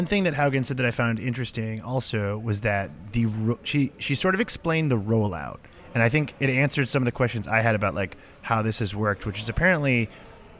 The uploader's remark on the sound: Crouched in the corner at Web Summit. From the comfort of his own home.